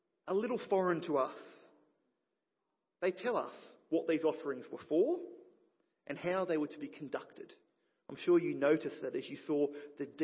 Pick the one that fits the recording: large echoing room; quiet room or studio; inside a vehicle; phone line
large echoing room